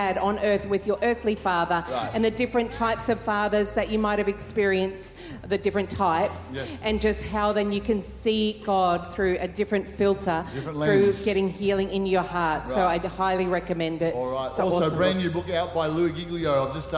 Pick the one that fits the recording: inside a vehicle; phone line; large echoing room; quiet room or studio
large echoing room